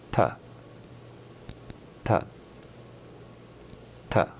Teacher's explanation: The tongue is touching where the upper teeth meet the gums. First letter of this row, magenta in color, representing a hard sound with minimal breath.